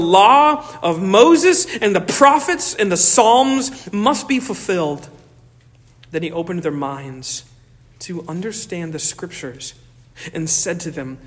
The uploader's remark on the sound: Originally delivered 30 July 2023 at Stonington Baptist Church, Paxinos, PA. At Stonington Baptist Church, Paxinos, PA.